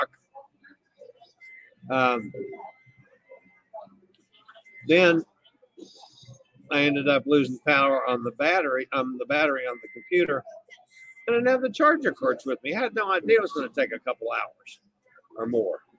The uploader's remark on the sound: LIVE on location aboard the Adventure of the Seas about halfway between Galveston and Costa Maya, Mexico.